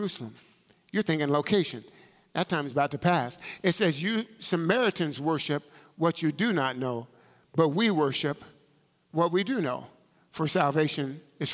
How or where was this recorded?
large echoing room